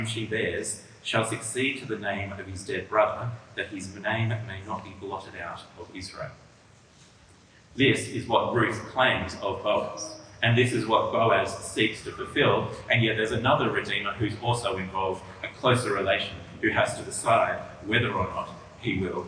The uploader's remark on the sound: This audio has a fair degree of reverb.